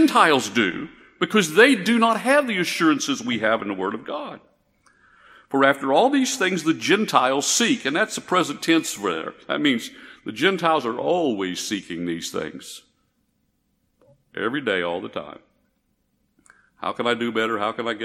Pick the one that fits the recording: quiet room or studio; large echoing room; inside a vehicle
large echoing room